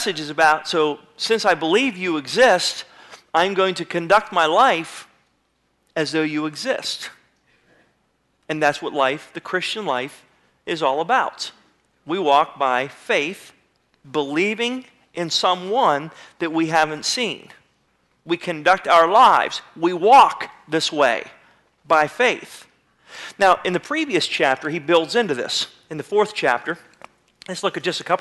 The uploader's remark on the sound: (incomplete message). Sermon was recorded February 01, 2009 at Northside Baptist Church of Elkhart, Indiana.